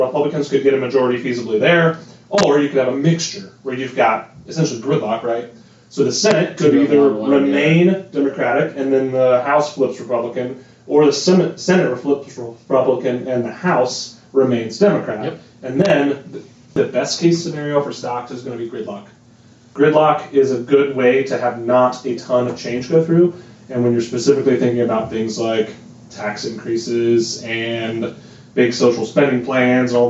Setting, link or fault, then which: fault, poor sound quality